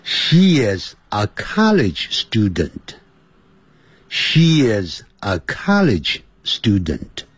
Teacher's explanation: 注意到我念 she is 是念连音的，我不会念成 sheis，因为那样子不是正常的英文的这种说法。所以呢，现在跟我在一起朗读：Mary is my sister.